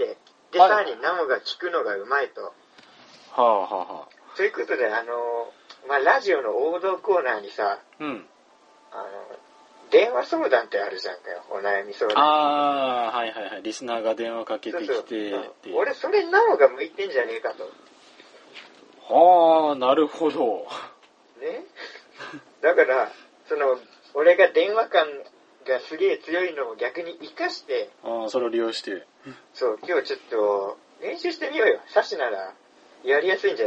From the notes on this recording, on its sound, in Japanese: 電話ならでわの音質を利用しようという目論見です